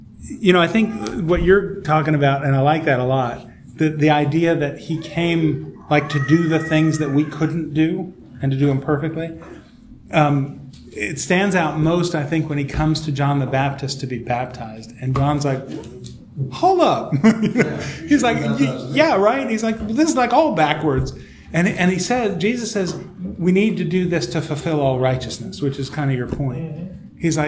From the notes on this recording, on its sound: This episode was recorded live at Holy Trinity Lutheran Church in Rogers, AR.